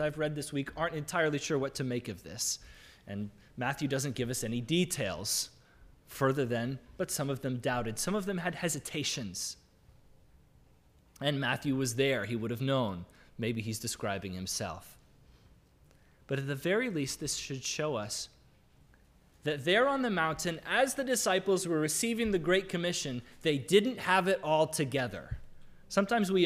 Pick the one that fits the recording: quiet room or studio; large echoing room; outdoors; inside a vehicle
large echoing room